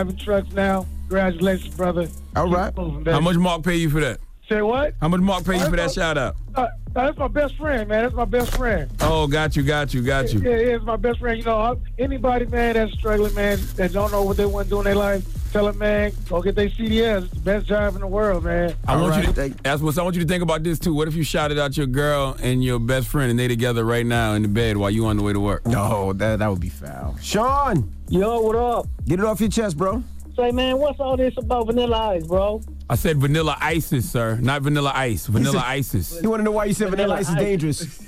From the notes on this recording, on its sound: we opened up the phone lines